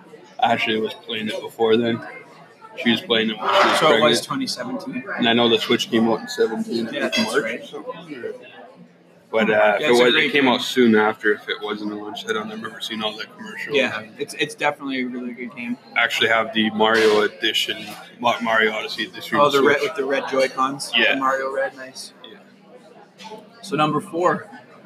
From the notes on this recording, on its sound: Recorded at Salute Coffee.